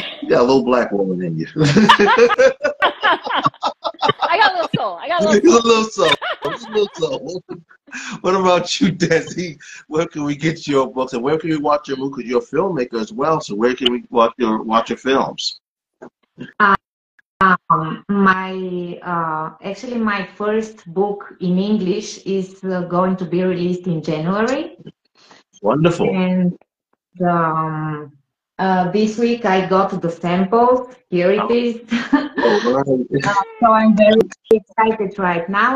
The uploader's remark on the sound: Instagram Live Interview